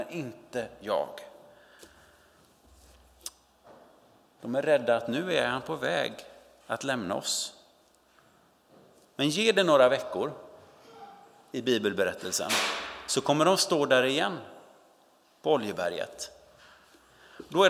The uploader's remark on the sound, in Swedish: Inspelning från Immanuelskyrkan Skövde.